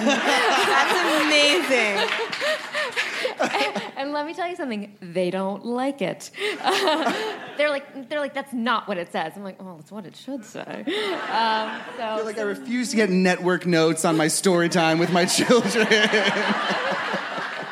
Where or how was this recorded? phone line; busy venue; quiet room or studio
busy venue